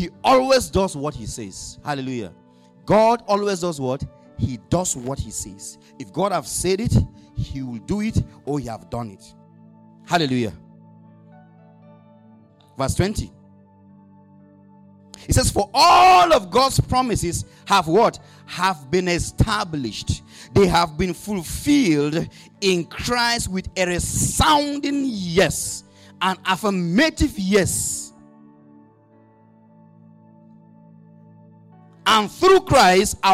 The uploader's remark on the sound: Audio recording of the sermon